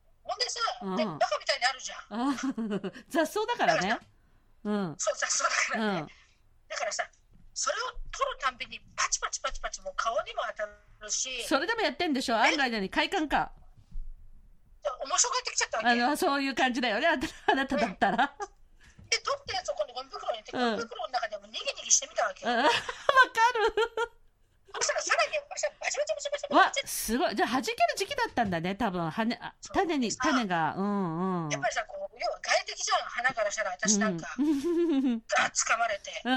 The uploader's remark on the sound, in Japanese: リモート収録です！収録はリモート収録です。スタジオの徒歩圏内在中のため、スタジオで。